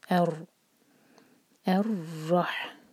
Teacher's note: اس لام کو پروناؤنس نہیں کریں گے، حمزۃ الوصل کو را سے جوڑیں گے. الرح، تو خیال رہے را شدہ پر ایک سے زیادہ ٹکرار نہ ہو، بس را کو اسٹرانگ کریں گے، ایک سے زیادہ ٹکرار ہوگی تو رر جیسی آواز آئے گی، یہ نہیں آنی چاہیے. · Term: لام شمسیہ